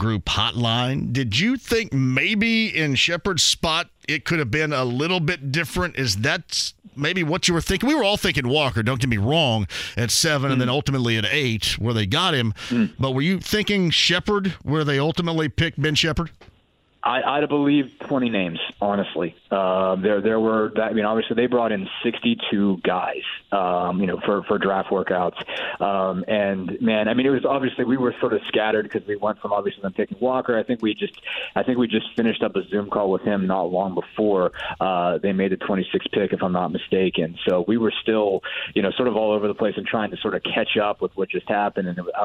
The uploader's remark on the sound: LIVE in studio. Keeps the show rolling some phone calls! Questions and comments from listeners online!